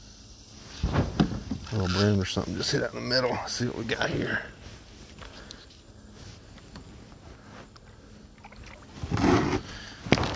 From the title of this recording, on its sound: Recording from the Kayak!